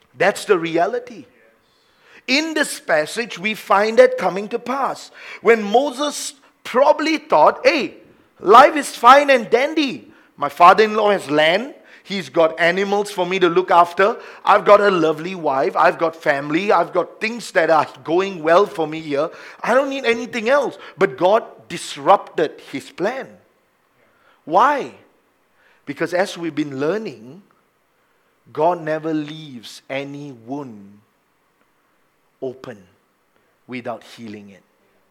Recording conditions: large echoing room